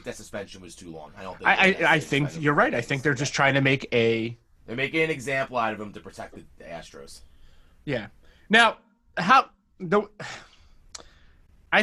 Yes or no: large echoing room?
no